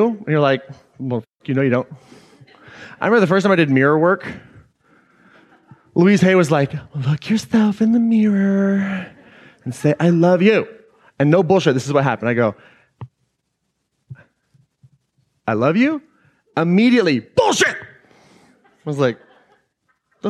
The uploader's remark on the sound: Today’s episode is an excerpt taken from Claim Your Power Live earlier this year.